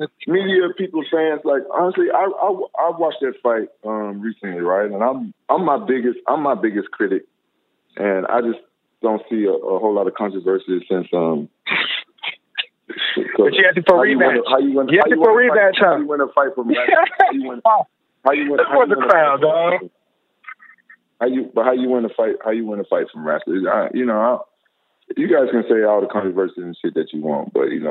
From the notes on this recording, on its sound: The audio from the Bellator 175 call